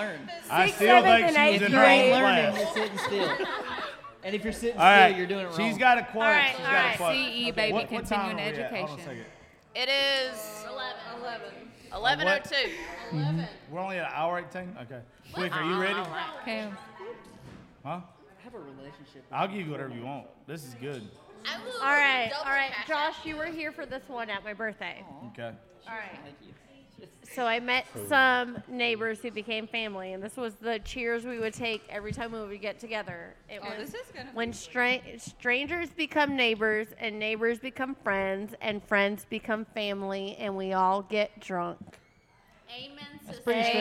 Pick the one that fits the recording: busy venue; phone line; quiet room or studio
busy venue